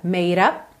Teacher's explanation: Então, olha, made up, o E do made não é pronunciado, o D eu já posso juntar no up com rarara